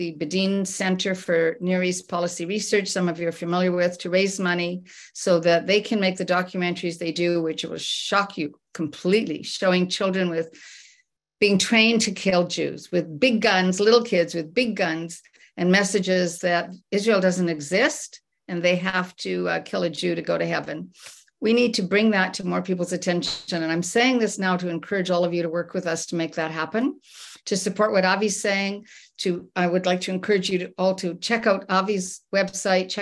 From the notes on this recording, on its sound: This special zoom run by Canadian Antisemitism Education Foundation. I was invited to speak at this special zoom run by Canadian Antisemitism Education Foundation with all of their co-sponsors.